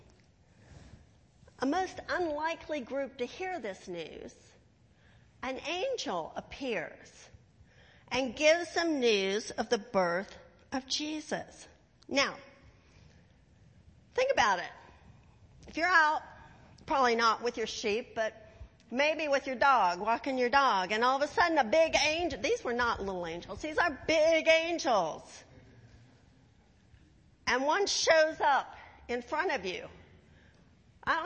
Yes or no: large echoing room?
yes